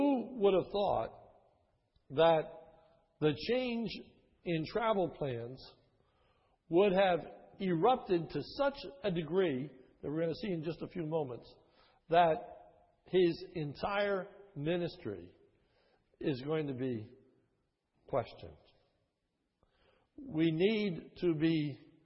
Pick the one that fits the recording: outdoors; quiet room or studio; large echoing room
large echoing room